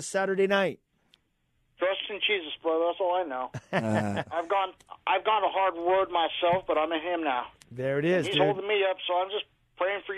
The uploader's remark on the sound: Taking Live Calls